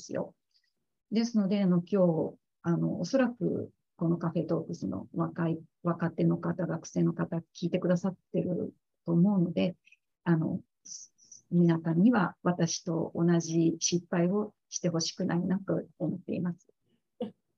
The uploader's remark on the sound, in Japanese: 収録場所： オンライン (Zoom)。